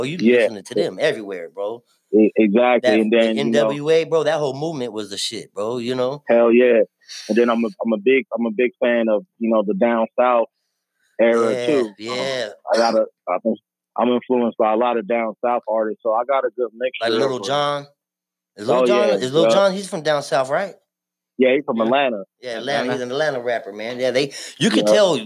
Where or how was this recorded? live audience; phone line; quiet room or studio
phone line